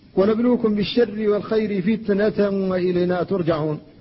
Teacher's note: فتنة لا بد أيضا من الحفاظ على شدة التاء